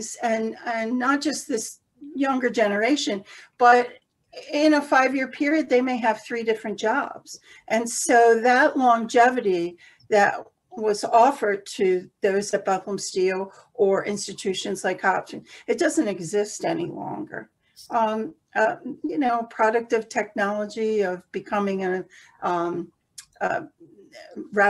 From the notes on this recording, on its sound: This one-hour Zoom discussion.